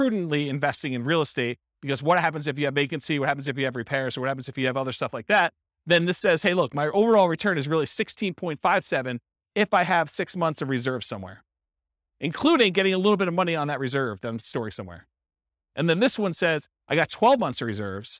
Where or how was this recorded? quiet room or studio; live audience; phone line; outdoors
live audience